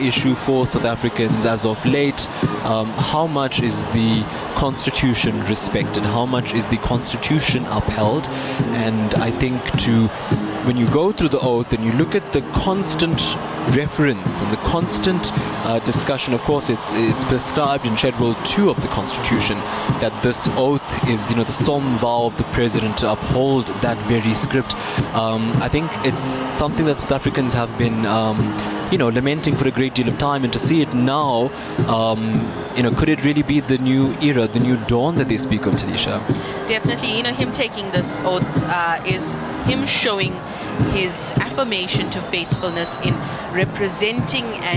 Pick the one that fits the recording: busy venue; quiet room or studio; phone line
busy venue